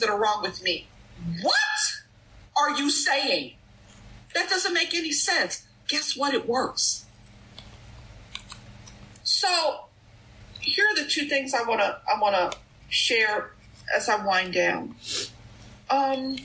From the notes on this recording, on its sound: at the Bronx Big Book zoom meeting